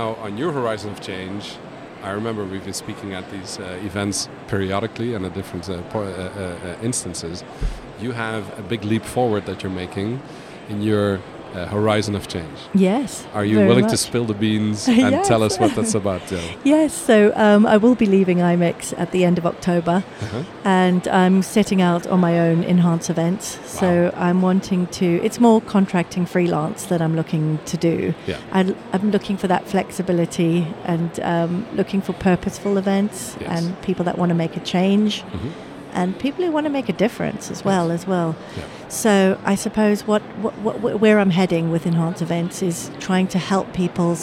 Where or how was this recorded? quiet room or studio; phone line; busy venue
busy venue